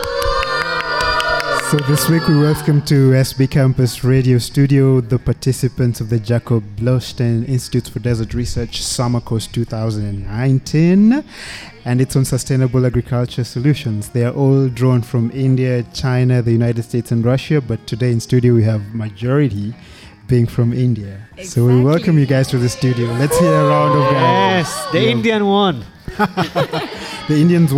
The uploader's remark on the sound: This live show hosted International participants of Summer Course 2019 at the Jacob Blaustein Institutes for Desert Research, Ben Gurion University of the Negev. The live studio audience was from India.